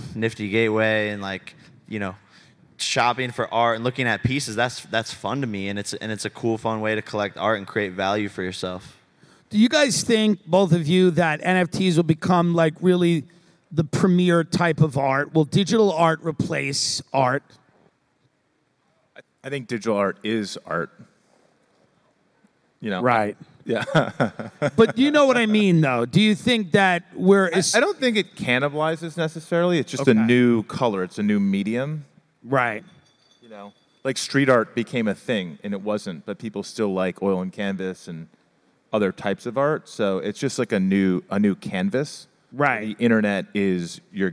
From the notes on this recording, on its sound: Live from the Bitcoin Conference in Miami. They handle a few hecklers.